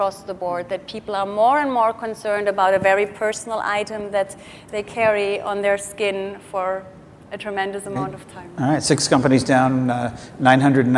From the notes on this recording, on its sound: The best of live interviews from GreenBiz events.